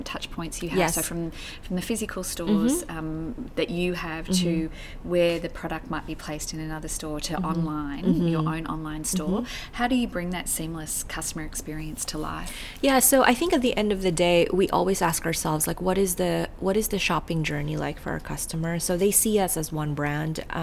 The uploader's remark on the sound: Recorded at Online Retailer 2017 in Sydney